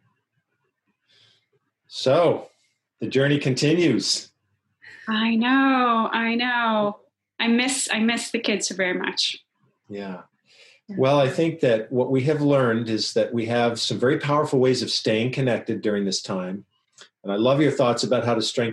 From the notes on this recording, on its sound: Today were are joined via Zoom by Director of Children's Ministries.